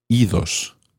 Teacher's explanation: when ir becomes reflexive, irse, meaning to go away, you actually do pronounce the D